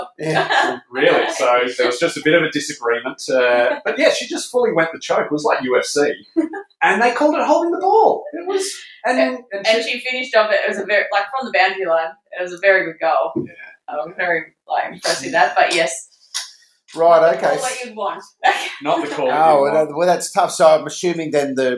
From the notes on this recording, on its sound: The audio is a bit tinny.